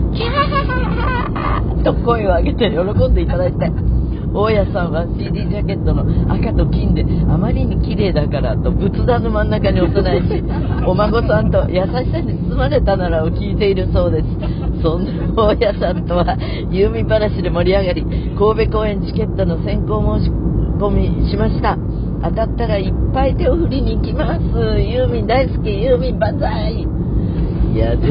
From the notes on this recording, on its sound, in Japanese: 八王子の実家へ向かう車の中からコンニチハ。